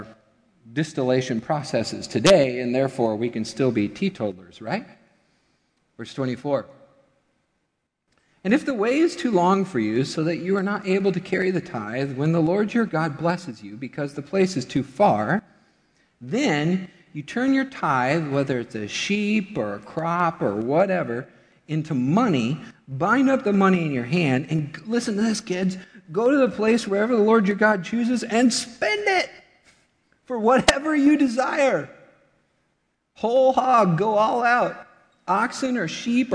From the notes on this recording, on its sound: Midland Evangelical Free Church Sermon Audio